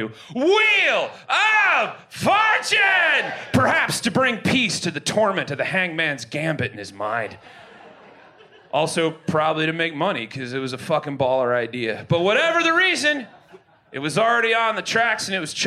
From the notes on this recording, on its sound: Recorded LIVE at Chicago’s Historic Green Mill Lounge on June 17th 2023